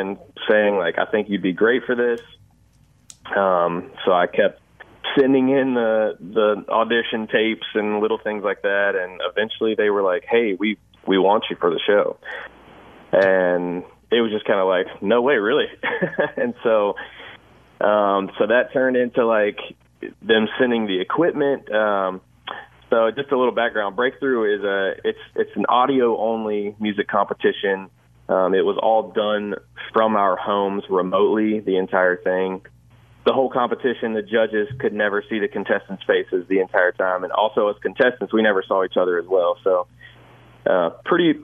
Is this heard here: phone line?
yes